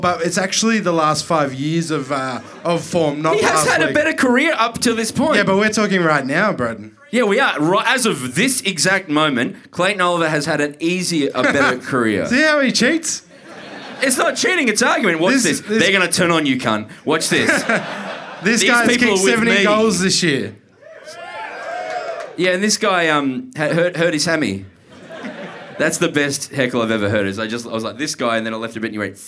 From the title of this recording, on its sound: Live From The Corner Hotel Melbourne